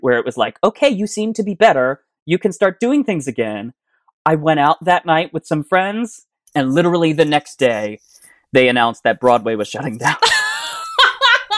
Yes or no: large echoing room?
no